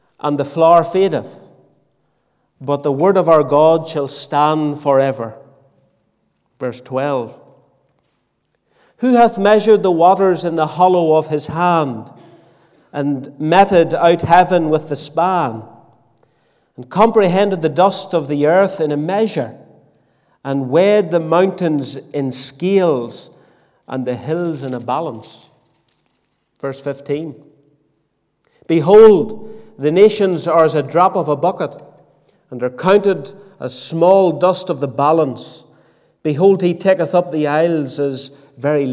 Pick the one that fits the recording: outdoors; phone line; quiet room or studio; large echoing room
large echoing room